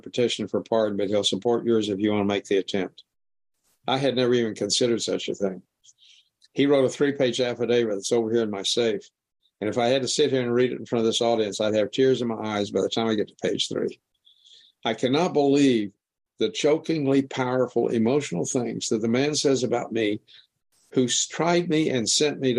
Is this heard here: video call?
yes